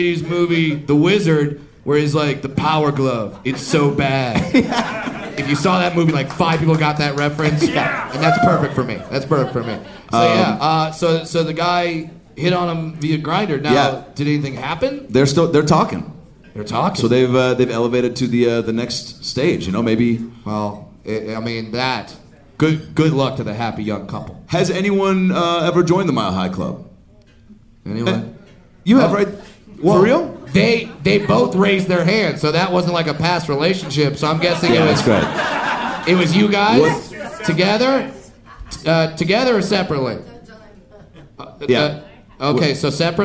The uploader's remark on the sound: LIVE from Comedy Works in Denver!